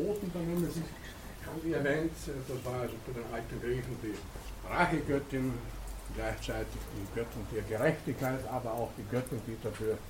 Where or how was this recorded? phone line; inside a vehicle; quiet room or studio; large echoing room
large echoing room